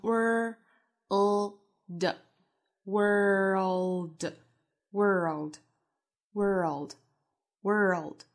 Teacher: 是需要先把舌头卷起来发 world,之后再过渡舌侧音 world